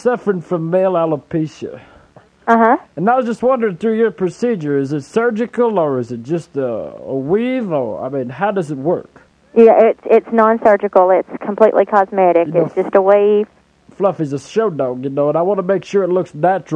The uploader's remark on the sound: Prank Phone Calls